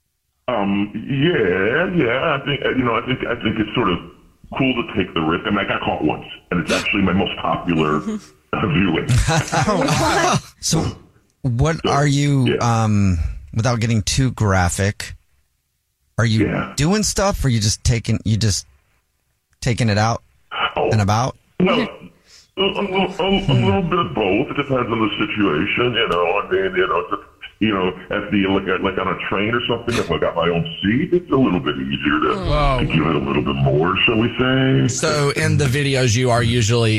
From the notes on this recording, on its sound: There is a listener on the phone who wants to tell us their Dirty Little Secret that is very very dirty!